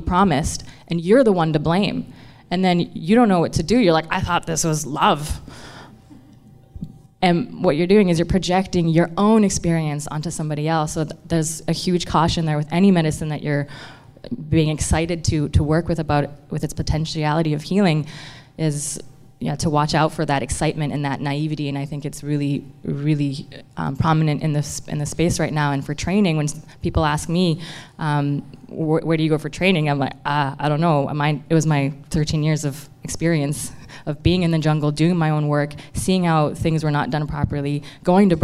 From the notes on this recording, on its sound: This episode features audio from a live panel conversation that took place at a Flying Sage Expansion Seminar event on November 21st in Vancouver, BC.